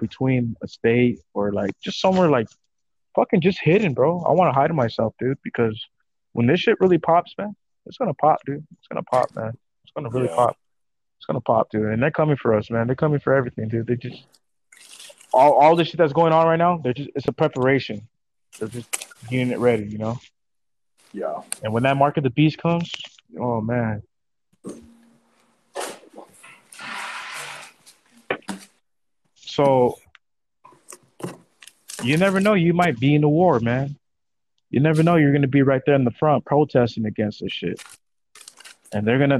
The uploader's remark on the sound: We had some audio issues bare with us.